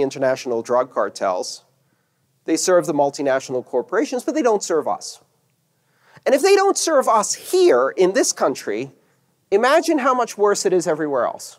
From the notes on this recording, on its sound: This talk took place on August 6th 2018 at 'The Internet of Money Tour' at the Hilton Denver Inverness in Colorado.